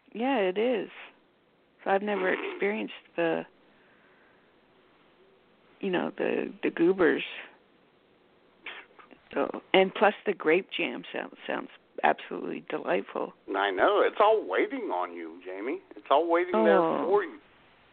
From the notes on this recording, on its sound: Your phone calls as IWS Radio presents.